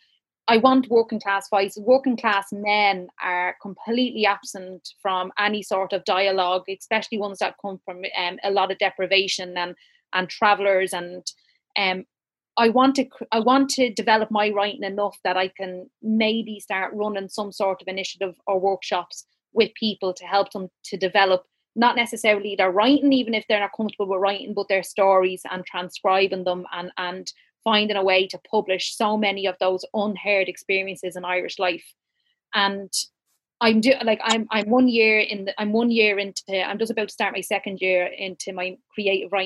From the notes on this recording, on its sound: An audience of over 150 joined us on Zoom